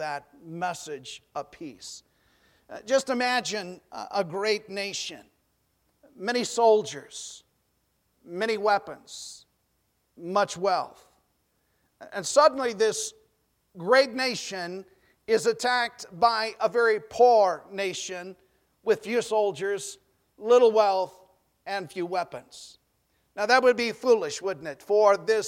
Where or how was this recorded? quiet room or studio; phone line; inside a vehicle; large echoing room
large echoing room